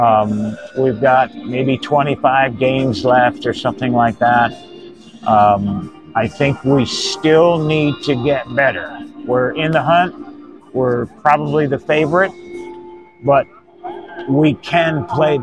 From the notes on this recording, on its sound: Live at the Ballpark.